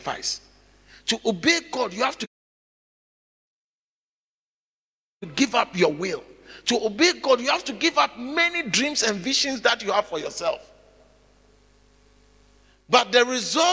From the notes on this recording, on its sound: preached at the Living Waters Cathedral